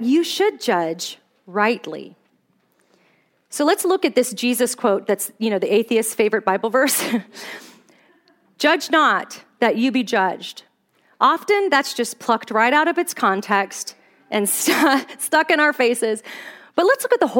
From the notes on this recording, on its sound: Here's the second of two talks I gave at the "Pretty Little Lies" Women's Conference in Fairbanks, Alaska. The sanctification gif I showed to the audience.